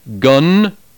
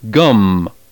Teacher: The final consonant of the first word, gun, we call a dental nasal. The final consonant of the second word, gum, we call a bilabial nasal.